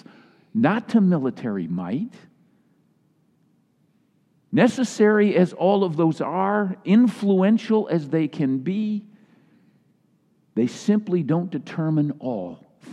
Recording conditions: large echoing room